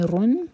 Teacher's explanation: را پر دمہ تو را ہیوی ہوگا